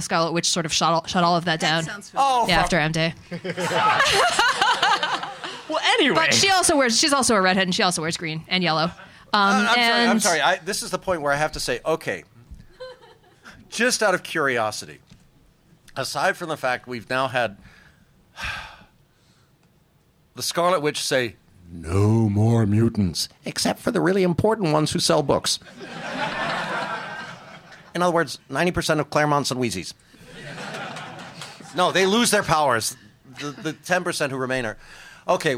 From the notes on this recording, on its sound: Live at NYCC. Our first-ever live show on the East coast!